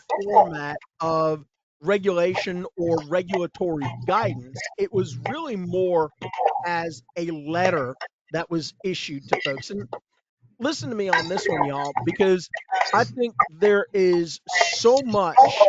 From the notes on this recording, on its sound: There is an audio glitch in the very beginning as one of our guest's microphones was having some issues. We did the best we could to clean it up.